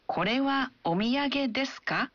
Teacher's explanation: Kita hanya menambahkan partikel ka pada akhir kalimatnya dan mengucapkannya dengan intonasi menanjak. Jadi tambahkan ka terhadap kalimatnya.